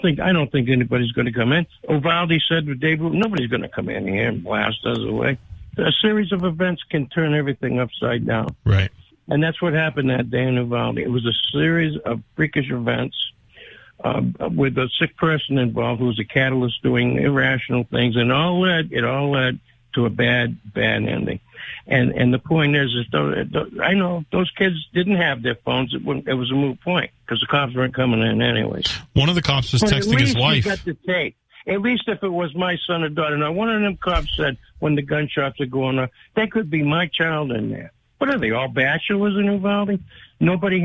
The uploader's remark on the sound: takes calls from the audience